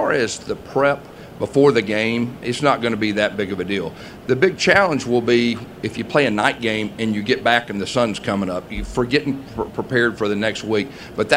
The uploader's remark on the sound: press conference at Big 12 Football Media Days